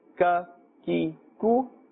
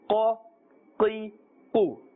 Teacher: One has a flat sound, ka, ki, ku, a flat, thin sound, and the other has a hard and thick sound, a full sound.